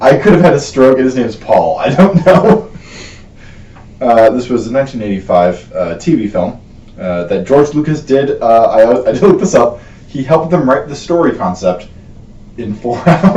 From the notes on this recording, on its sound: Oh and we might have messed up and recorded the whole thing using the computers mic instead of our actual microphones.